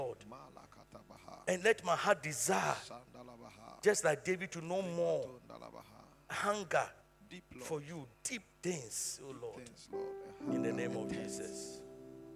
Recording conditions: large echoing room